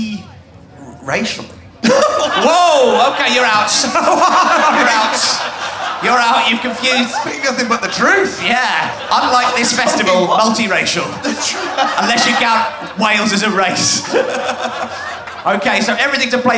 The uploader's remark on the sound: At Green Man festival for a fun episode recorded in a massive comedy tent at 1am on a Sunday morning!